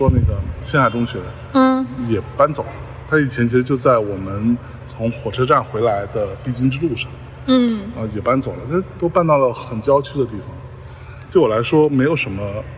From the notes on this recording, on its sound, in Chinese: 在中秋之日的傍晚时分，在连云港的小河旁，他们边散步边聊天，便录制了这期伴随着自然环境音的“路边风”。